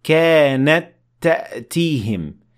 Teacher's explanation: we read them as one تَاء that has شَدَّة on top